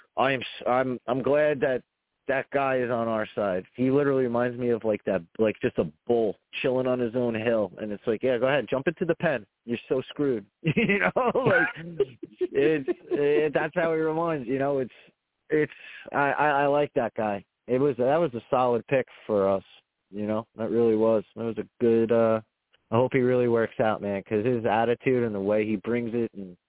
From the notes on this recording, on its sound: I will also take live callers!